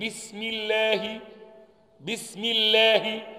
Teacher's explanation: يعني اسم الله اللام هنا مرققة